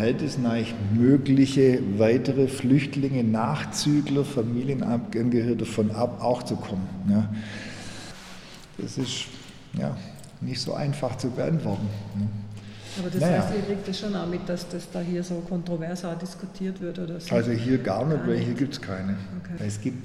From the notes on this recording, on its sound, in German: Aufgenommen in einer Steinmühle/Thalames-Mani-Peloponnes, September 2020.